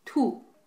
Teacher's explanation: the fourth tone is just from the highest to the lowest